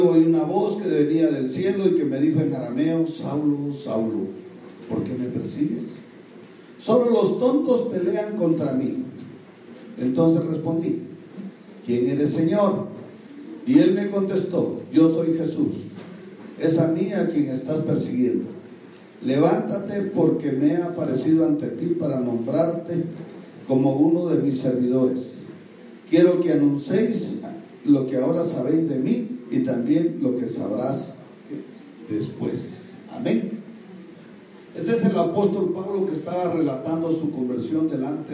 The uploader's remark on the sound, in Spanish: Audio del Servicio del 08 de Septiembre de 2019 de Iglesia Lluvias de Gracia expansión san Lucas